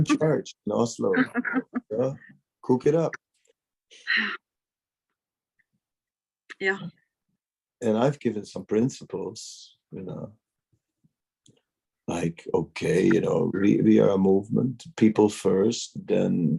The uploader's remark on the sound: Zoom Meeting